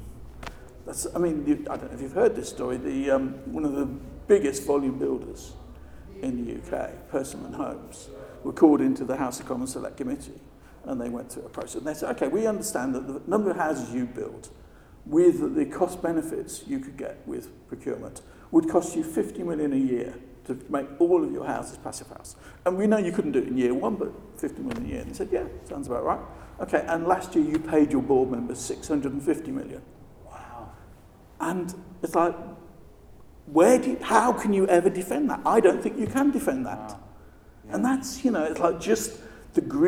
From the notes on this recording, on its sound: At the 2019 Passive House Conference in Heidelberg